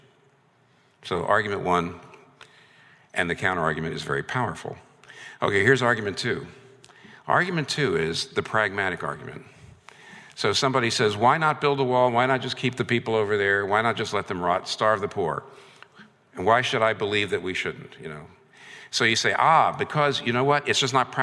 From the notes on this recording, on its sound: This talk was recorded before a live audience on April 4, 2019 in New York City.